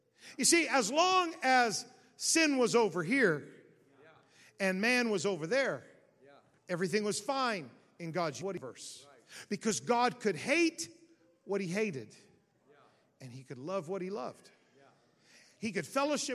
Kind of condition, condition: setting, large echoing room